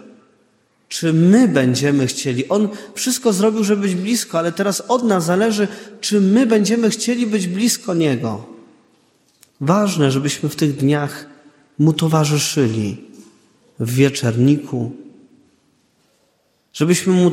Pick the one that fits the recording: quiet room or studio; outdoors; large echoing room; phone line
large echoing room